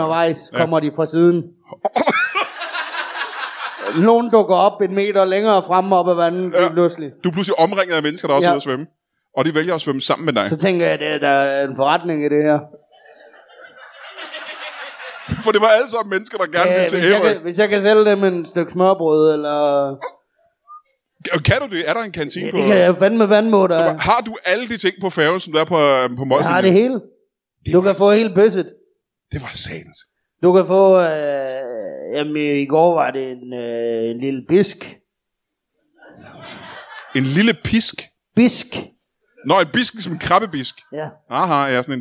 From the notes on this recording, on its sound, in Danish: LIVE fra Ramsømagle. Endelig tilbage i Ramsømagle foran et levende publikum.